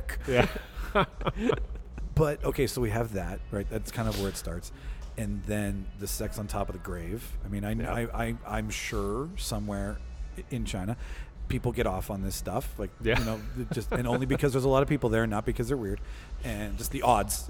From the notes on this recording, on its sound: we go live from The Park Theatre for Cult Movie Night #2